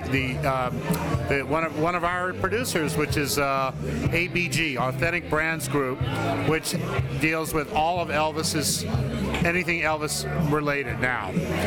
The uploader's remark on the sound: Recorded live in Pippin’s Tavern in Chicago.